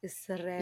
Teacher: But I'm still saying it wrong because there's that trilled R and then the double L's